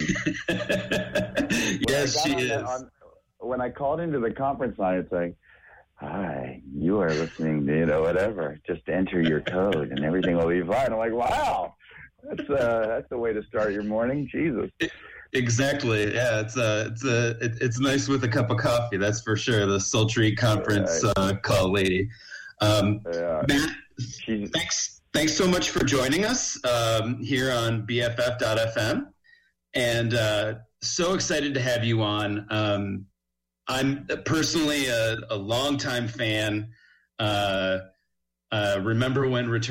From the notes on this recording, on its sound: Calls into the show. The sexy, sultry voice of the automated conference call operator that made our interview possible!